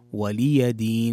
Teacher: من الأخطاء الشائعة أن تقرأ ولي دين، ولي دين، والصحيح أن تحقق كسرة اللام في ولي، وتوضح كذلك الياء، فتحة الياء، ولي دين، ليست ولي دين، ولي دين، ولي دين.